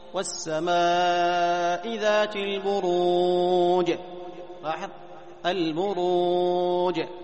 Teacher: فإذا قلقلت الجيم أعرف أنها يعني جيم صحيحة · Term: القلقلة